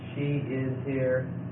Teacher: you got a little drop right at the end to show, yeah, because there's still an intonation that's showing that it's a statement, right? Just a different intonation than the one that shows it's a question.